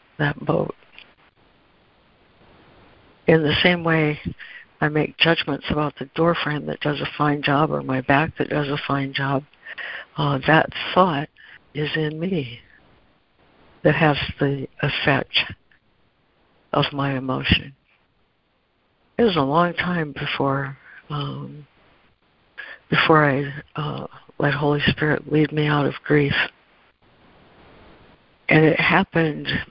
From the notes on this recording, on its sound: ACIM Daily Conference Call.